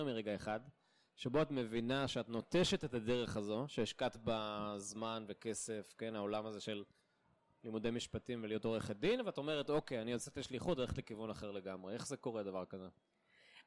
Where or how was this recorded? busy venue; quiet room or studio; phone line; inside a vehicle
busy venue